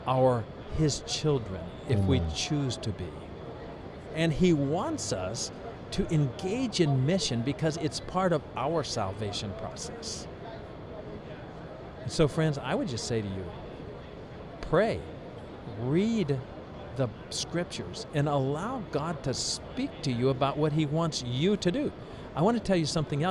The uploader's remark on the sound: This episode was Streamed Live on location at ASI International Convention in Kansas City, Mo.